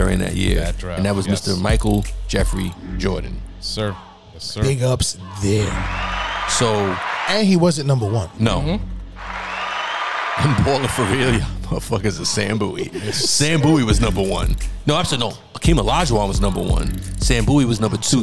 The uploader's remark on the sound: Smoking their cigars at Smoke 'N Ashes Cigars and Haberdashery in Teaneck, NJ. A conversation about the 80s turned into an SNA Live episode.